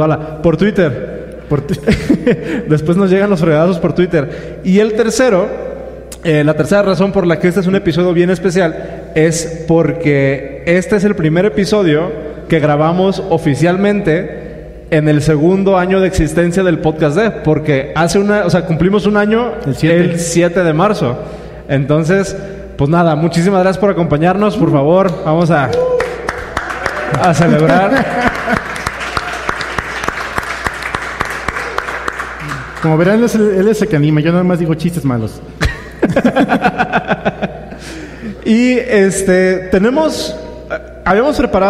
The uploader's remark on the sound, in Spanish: Episodio grabado frente a audiencia en CDMX. Respondemos preguntas del público.